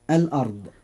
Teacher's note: كلمة الأرض، الراء فيها مفخمة لأنها ساكنة وما قبلها مفتوح